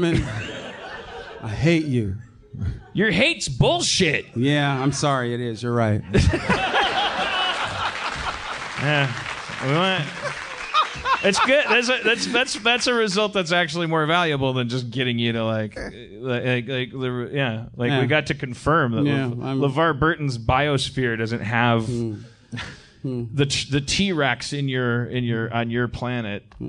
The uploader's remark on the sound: LIVE from Austin, TX.